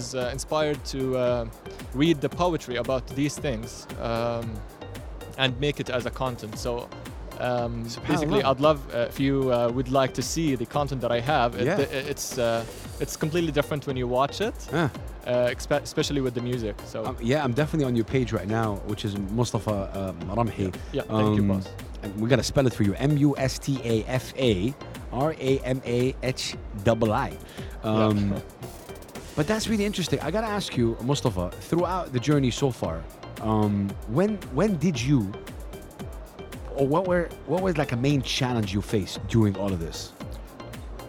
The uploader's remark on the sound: Live from SIBF 2023